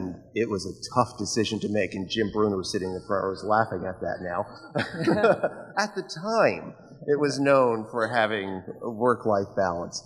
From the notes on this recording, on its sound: We’re reaching into our archives for audio from the 2018 IRE Conference. During a panel about managing stress.